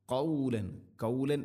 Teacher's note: തൊണ്ടയുടെ മുകൾ ഭാഗവും കഴിഞ്ഞ് قاف ചെറുനാക്കിന്റെ ആ ഒരു ഭാഗത്ത് നിന്നാണ് അതിന്റെ മഖ്റജ്